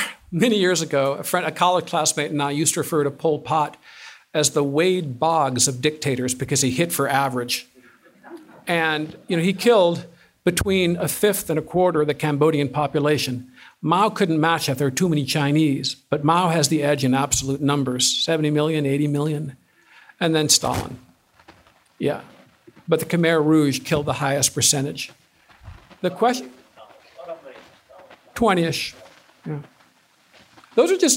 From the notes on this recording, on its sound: This is a presentation that was delivered as part of the 2015 Acton Lecture Series.